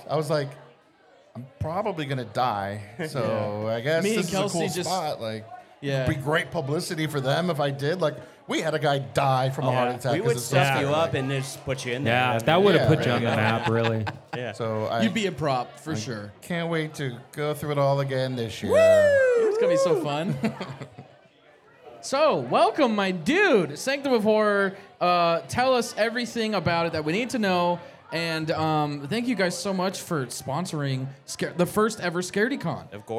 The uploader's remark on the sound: LIVE from Scaredycon at Taproom-120